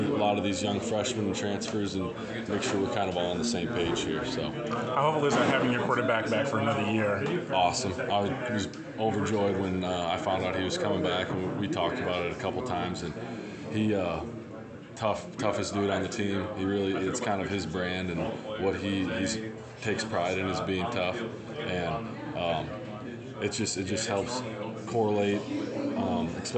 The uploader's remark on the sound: Sun Belt Conference Media Day Interview. During the Sun Belt Media Day event in New Orleans.